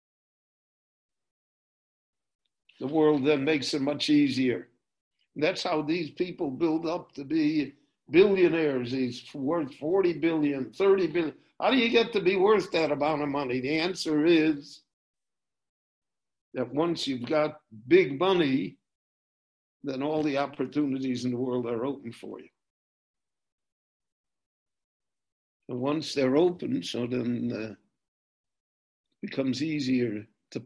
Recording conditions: video call